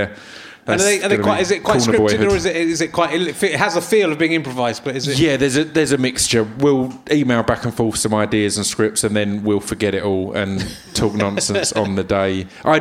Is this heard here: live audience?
yes